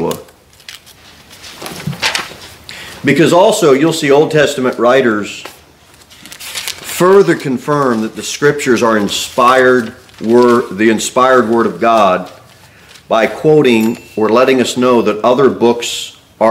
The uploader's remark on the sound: Sermon delivered at Pilgrim Baptist Church.